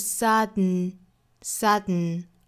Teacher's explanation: 呛一下这个声音，它的发声条件呢，就是在单词里面，如果说辅音 t 或者是 d 后面遇到了前鼻音，嗯，这个时候就有可能会发成鼻腔爆破了。那具体的方法其实就是用鼻子去呛一下这个声音，而不是去发一个 d 或者是 t 的发音，所以这里面是 suddensudden。而不是 sudden, suddenly.在发这个音的时候，要点一定要注意，就是舌尖的位置是在上齿龈抵住了的，一定不要弹下来，弹下来就变成了的音了哈，抵住。大家可以点击一下下面的这个链接，跳转到我们之前讲过的这个 suddenly,这个鼻腔爆破的小专题。Why do birds suddenly appear?我们看 appear 这个词，我们注意它是一个元音，英音的话是两个元音，就是双元音的 a, a, air, air,所以这个音要发